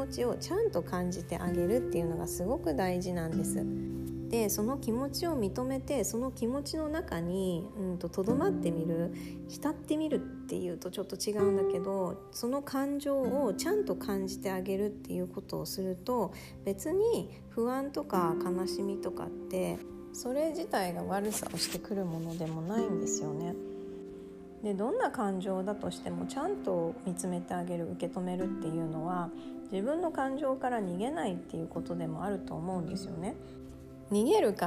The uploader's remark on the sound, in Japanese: 雑音多めです。